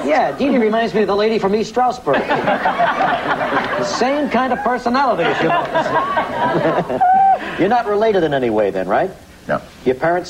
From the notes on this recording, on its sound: This first episode was recorded live at UCBEAST as part of the CBGB Festival.